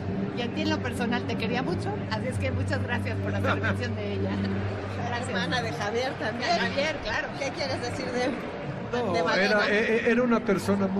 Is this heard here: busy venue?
yes